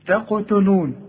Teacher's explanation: رقاق للتاء علشان الت جاية جنب قاف